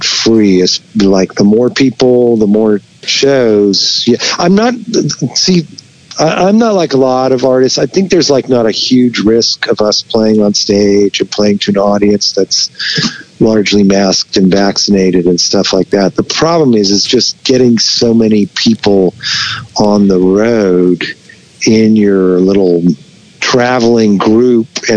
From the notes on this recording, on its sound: We hopped on the phone